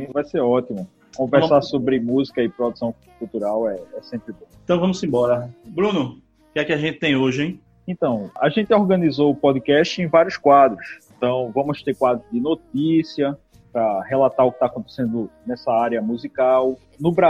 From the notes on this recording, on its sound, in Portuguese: A vontade de iniciar os trabalhos foi tanta que gravamos o audio pela internet e editamos o audio nas nuvens!